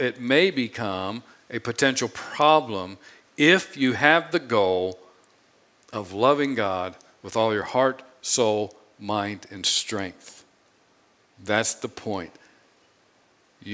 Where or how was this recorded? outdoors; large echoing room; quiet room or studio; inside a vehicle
large echoing room